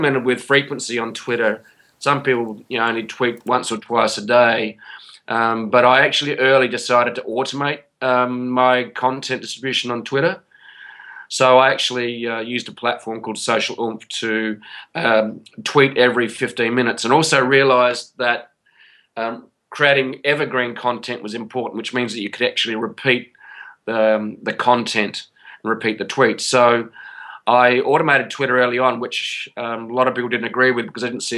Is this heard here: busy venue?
no